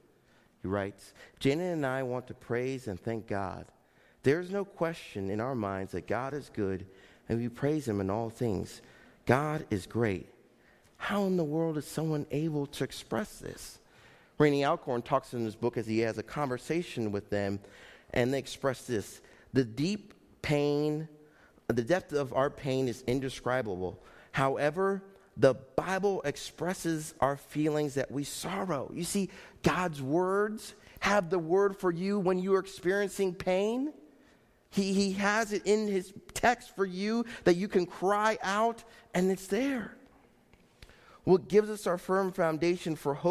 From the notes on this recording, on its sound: Faith Baptist Church in Hamilton, NJ.